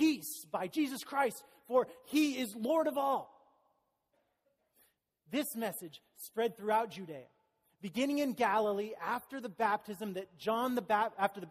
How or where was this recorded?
large echoing room